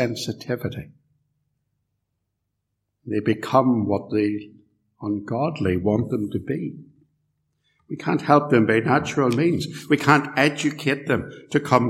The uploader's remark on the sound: This sermon was preached at Ballymacashon Congregational Church, and Templepatrick Reformed Church, recorded at TRC